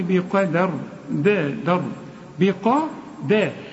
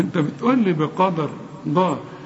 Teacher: ربنا نزلها كده بالدال، انت بتقولها بالضاد، بقدر ضر، قدر ما تنفعش.